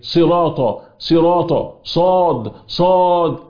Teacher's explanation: لولا التفخيم الذي في الصاد لكان سينا